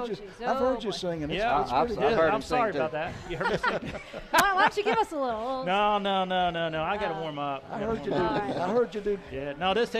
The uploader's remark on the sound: special edition of Winged Nation LIVE from the Nashville Fairgrounds!